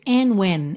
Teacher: a gente ouve and when, juntando pelo N mesmo, tá? Então não tem and when, não soa o D